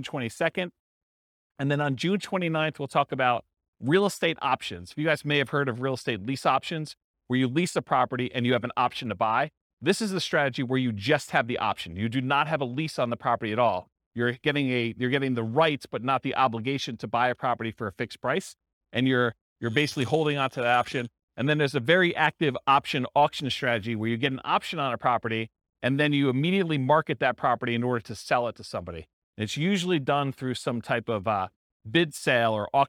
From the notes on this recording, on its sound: This was a live class recorded